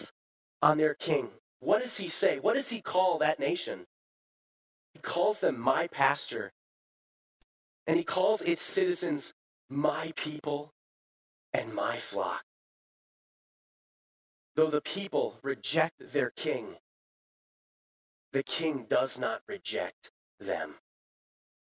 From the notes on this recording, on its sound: Bethany, Appleton, WI. Preached this sermon at Bethany's Sunday worship on November 20, 2022.